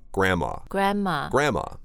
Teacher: when we're talking about our grandparents, we really don't pronounce the N-D